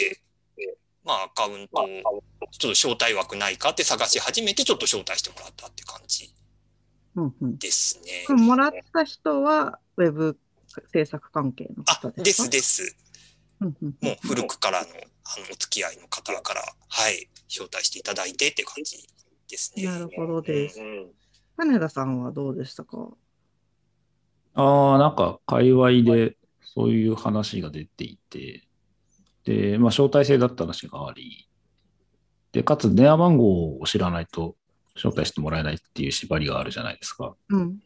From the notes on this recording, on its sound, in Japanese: ClubhouseとZoomで同時収録。